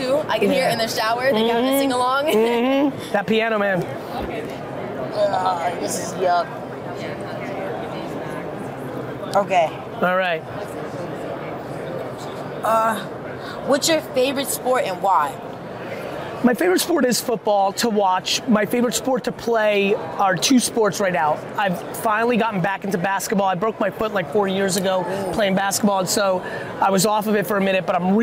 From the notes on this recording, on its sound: At Super Bowl LVII Radio Row. We dunked our hands into a bowl of green slime.